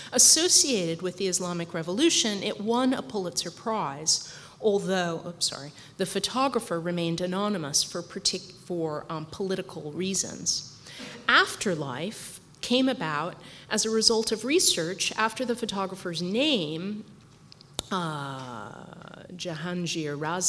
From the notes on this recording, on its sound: Hosted by Media Space at the Science Museum and organised in collaboration with the University of Westminster, this recording of the Fiction and Photography Symposium.